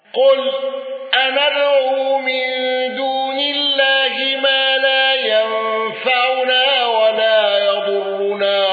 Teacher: الأصبهاني بتوسط المنفصل والنقل